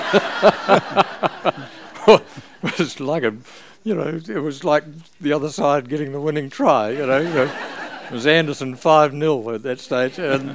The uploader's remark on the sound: joined us at the 2018 Marlborough Book Festival